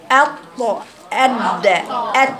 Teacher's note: لأنها تخرج بجوار نطع غار الحنك · Term: نطعية